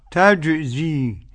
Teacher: نحافظ على تعطيش الجيم